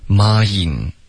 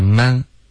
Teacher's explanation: 是双元音 mind 不是 man